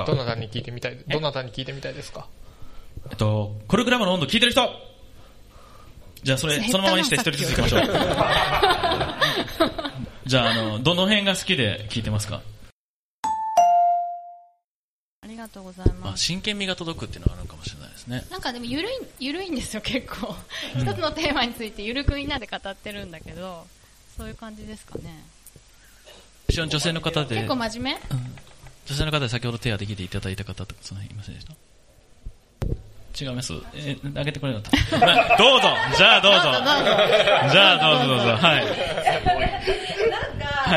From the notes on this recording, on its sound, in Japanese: 文化祭公開収録